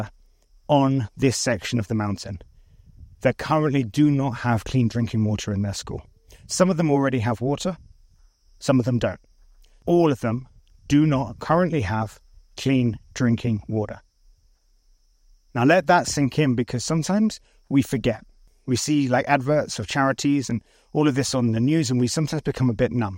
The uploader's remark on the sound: Broadcast live from the picturesque Batase village in the Sindhupalchowk region of Nepal. Sharing insights and sounds straight from the heart of the village.